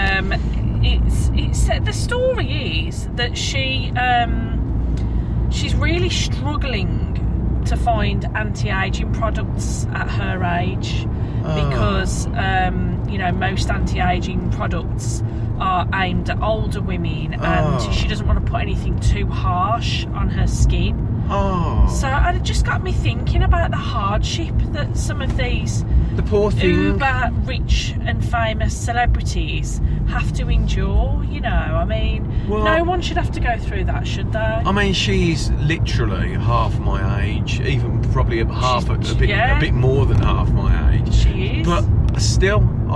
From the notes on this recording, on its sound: Recorded on the car journey home from work